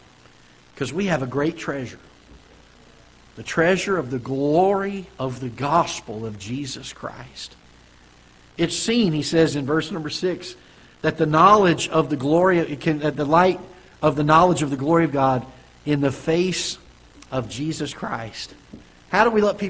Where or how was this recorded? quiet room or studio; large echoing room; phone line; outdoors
large echoing room